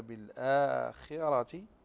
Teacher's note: الخاء هنا في أقل درجات تفخيم وبعدها الراء مفخمة الآخرة، فنرقق أو نفخم الخاء في أقل درجاتها وبعدها نقرأ الراء مفخمة.